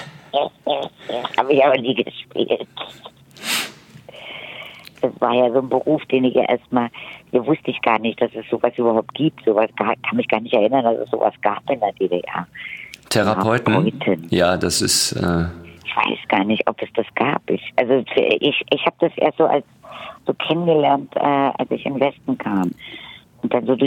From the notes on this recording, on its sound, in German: ganz remote am Telefon